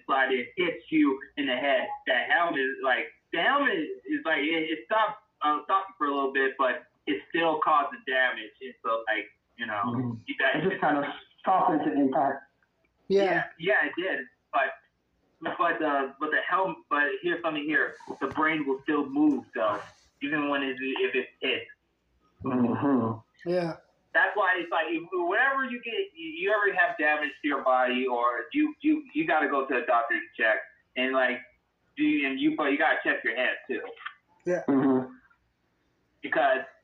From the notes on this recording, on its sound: On an over the phone recording session.